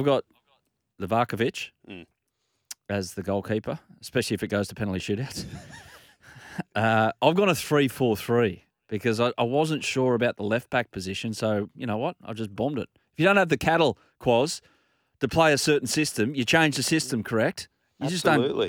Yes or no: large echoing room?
no